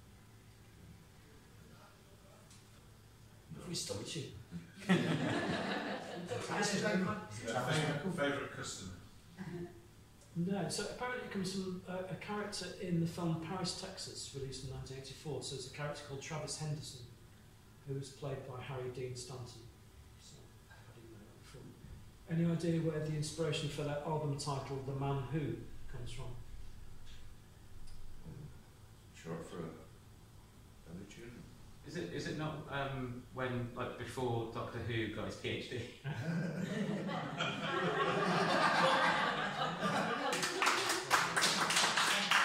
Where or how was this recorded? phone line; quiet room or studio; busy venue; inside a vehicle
busy venue